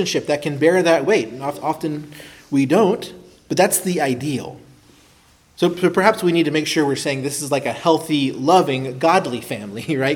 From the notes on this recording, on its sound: preached at Christ Our Savior Baptist Church on Sunday, February, 25, 2024